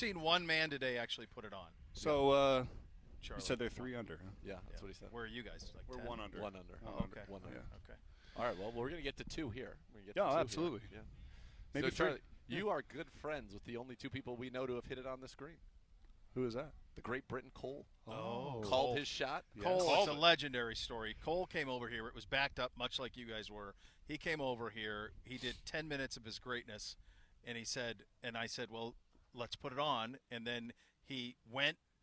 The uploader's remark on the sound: The guys broadcast live from the 22nd Annual Cleveland Browns Foundation Golf Tournament, presented by Key Private Bank and in association with University Hospitals and Direct Travel, at Westwood Country Club in Rocky River.